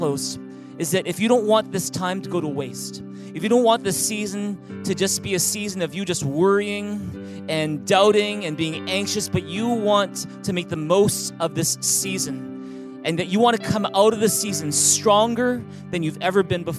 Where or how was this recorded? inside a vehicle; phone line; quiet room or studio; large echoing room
large echoing room